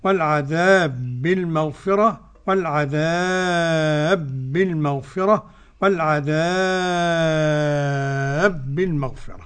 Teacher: والعذاب بالمغفرة قرأ بالإدغام السوسي عن أبي عمرو